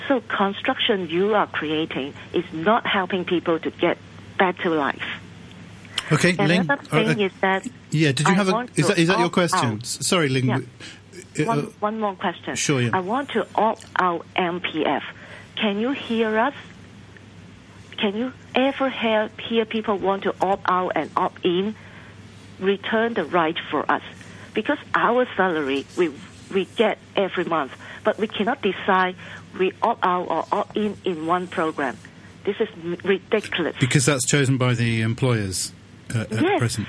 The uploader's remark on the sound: Chief Executive Phone-in.